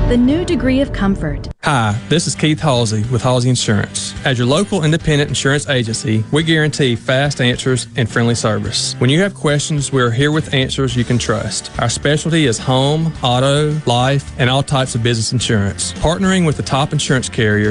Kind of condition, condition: setting, busy venue